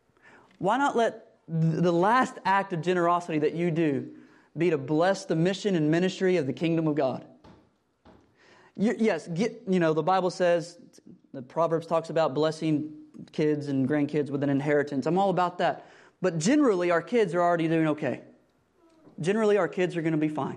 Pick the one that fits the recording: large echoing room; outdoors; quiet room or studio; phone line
large echoing room